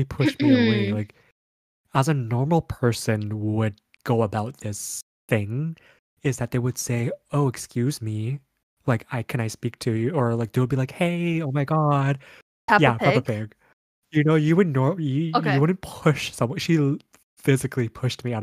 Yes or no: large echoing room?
no